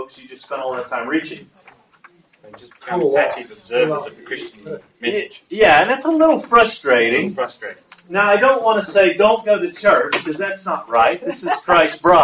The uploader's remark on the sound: At a Community of Practice held in Sydney. Apologies for the audio quality.